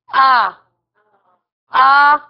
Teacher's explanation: जबर की अदायगी में कैसे अदा करना है इसको कि मुंह पूरी तरह खुल जाए। आ आ, यानी ये बढ़ भी सकता है।